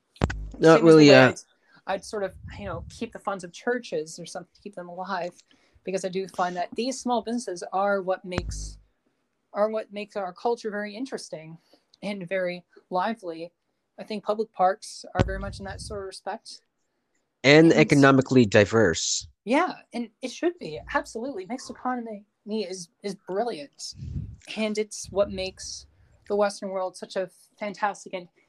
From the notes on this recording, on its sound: Due to interruptions and some recordings not going all the way through this was the best I could get.